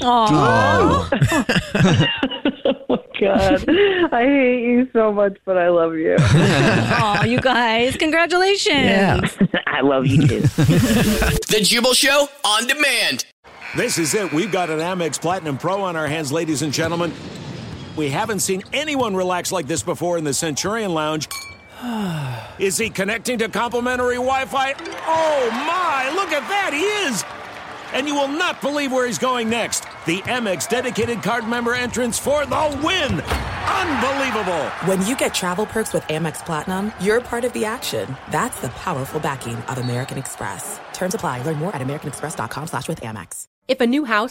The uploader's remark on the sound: A Jubal Phone Prank. Phone prank style. The trio calls a guys wife.